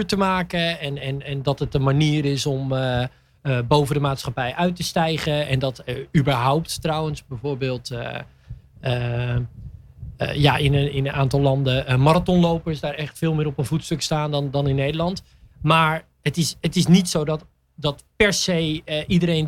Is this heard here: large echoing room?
no